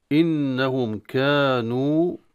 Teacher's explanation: إنهم مشددة النون فيها غنة · الميم ساكنة تظهر عند الكاف